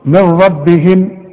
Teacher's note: الادغام الكامل. يبقى برضو عند سماعك هذه الكلمة كأن النون غير موجودة · Term: إدغام كامل بدون غنة